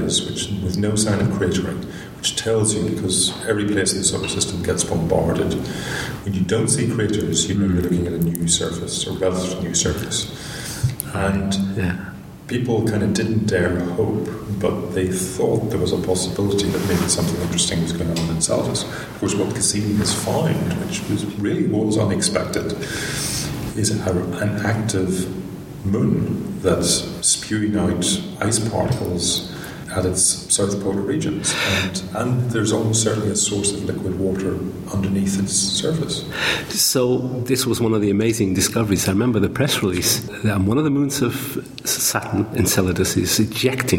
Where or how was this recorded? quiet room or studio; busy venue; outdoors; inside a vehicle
busy venue